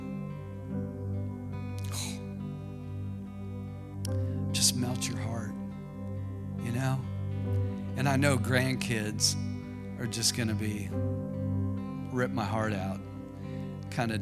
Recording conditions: large echoing room